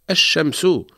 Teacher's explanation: لام تكون مدغمة وسماها العرب اللام الشمسية